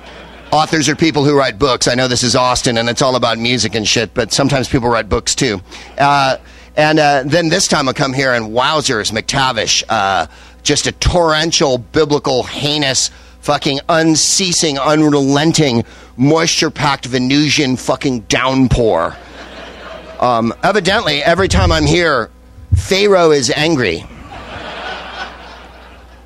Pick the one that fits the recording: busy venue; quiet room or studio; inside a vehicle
busy venue